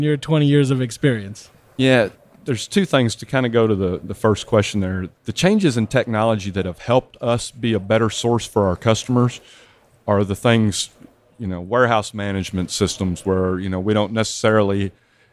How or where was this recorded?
busy venue